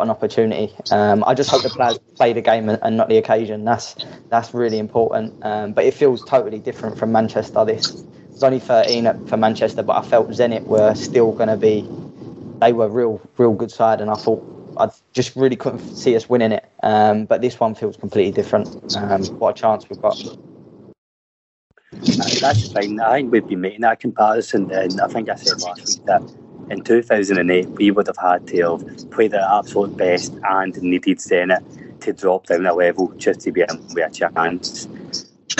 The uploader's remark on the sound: Stuck in the office. Joins from the car on the way to Leeds. Sunning himself in Portugal!